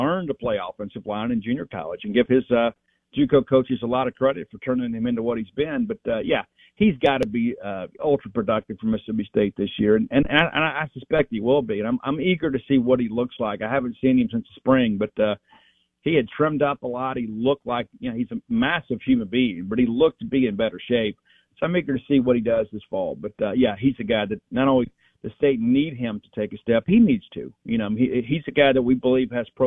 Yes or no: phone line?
yes